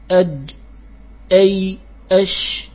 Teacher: كذلك الجيم والشين والياء، فوسط اللسان يستعلي، تخرج من وسط اللسان مع ما يحاذيه كما مر معنا من جهة الحنك الأعلى، أج أي أش، لكن ليست من الحروف المستعلية، هي من الحروف المستفلة.